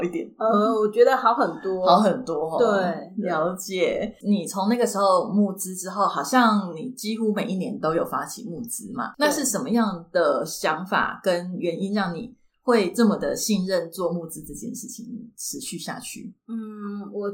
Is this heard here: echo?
yes